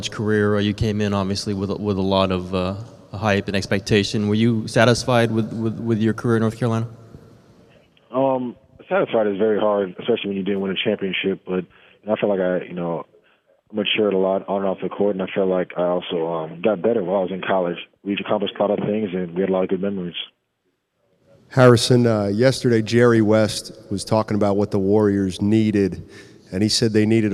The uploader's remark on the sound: Post Draft Conference Call